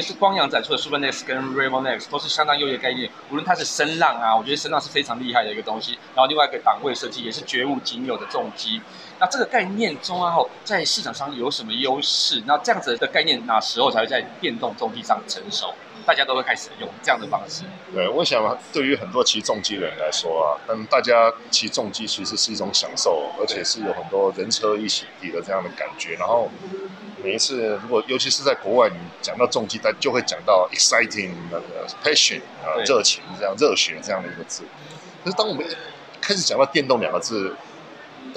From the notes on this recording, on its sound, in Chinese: Kisplay米蘭二輪車展現場直擊！